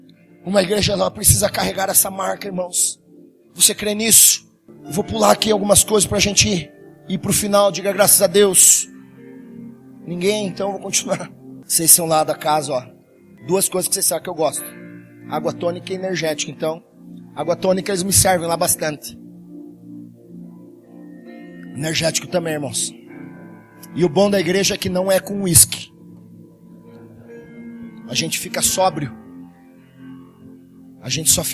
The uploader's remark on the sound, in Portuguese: Palavra gravada na Semana Inaugural da OBPC Pinheirinho